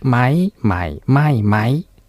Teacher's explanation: これ高い低い下がる上がるの順でしたね